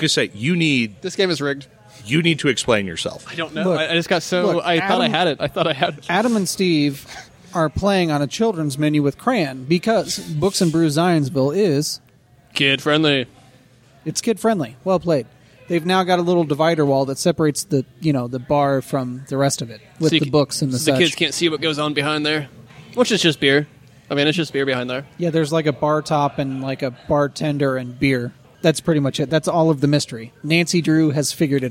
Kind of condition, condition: setting, busy venue